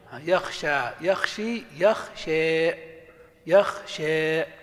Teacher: والنوع الثاني الإمالة الكبرى، وهي إمالة الألف إلى الكسرة، إمالة الألف إلى الياء، يعني أن الألف لا تنطق ألفا خالصة ولا ياء خالصة، وإنما بينهما